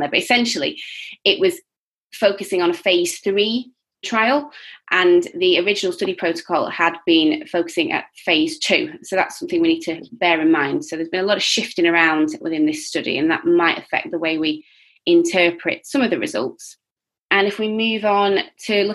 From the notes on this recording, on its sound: Podcast edited from a live webinar